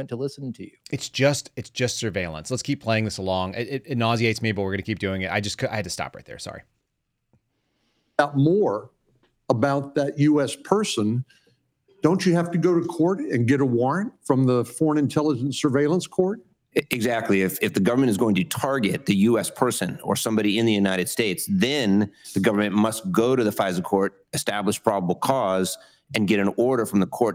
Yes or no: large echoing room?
no